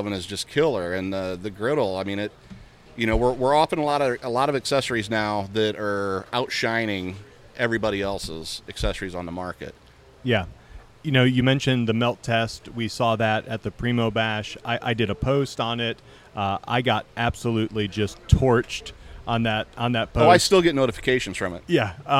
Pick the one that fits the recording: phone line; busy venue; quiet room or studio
busy venue